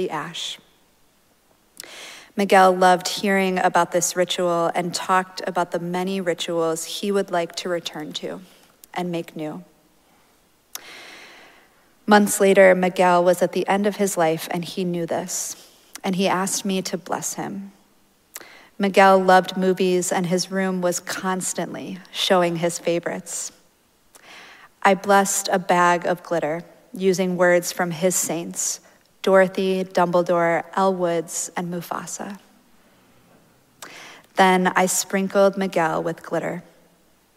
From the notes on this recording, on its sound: Recorded live at Arlington Street Church, Sunday, March 19, 2023.